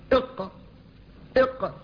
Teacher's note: فهي تخرج من آخر اللسان إلى فوقه، ولذلك هي قريبة من أحرف الحلق، تشابه أحرف الحلق إق إق، فهي قريبة من أحرف الحلق، ولذلك كانت في أقصى اللسان في آخر اللسان.